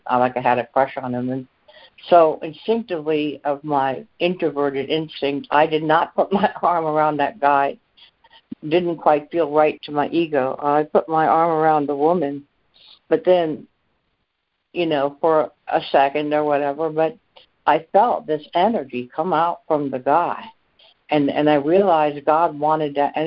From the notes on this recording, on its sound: ACIM Daily Conference Call